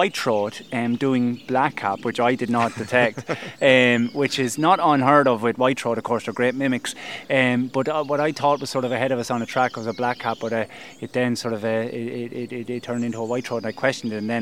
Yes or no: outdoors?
yes